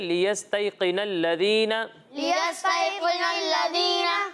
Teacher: Connell بھی نہیں پڑھنا کہ قاف جو ہے اس پر پیش، زیر جو ہے وہ پیش بن جائے، ٹھیک ہے، زیر ہی پڑھنا ہے لیکن قاف کو پر پڑھنا ہے